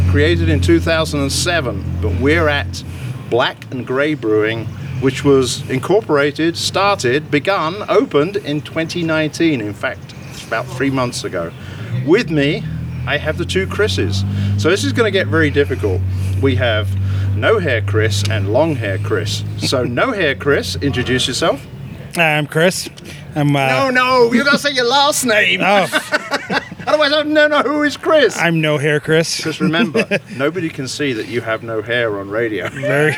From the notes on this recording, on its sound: This show is truly an outside broadcast as we recorded it on their delightful patio, on a warm and sunny early evening.